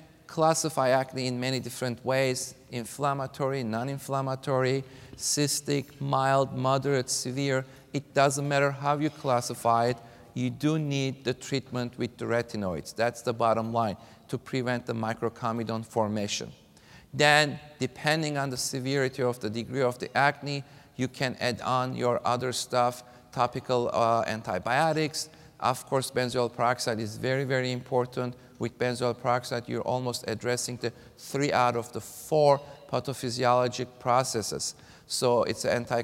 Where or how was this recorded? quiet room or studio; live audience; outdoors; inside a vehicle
live audience